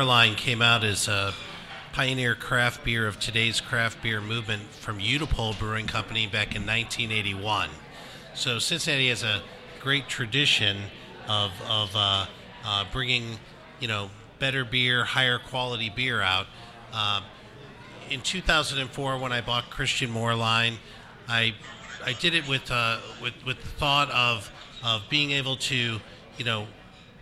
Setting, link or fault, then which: setting, busy venue